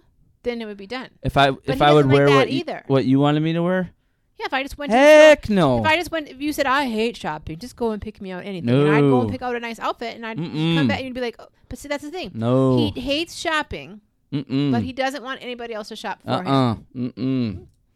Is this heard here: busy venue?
no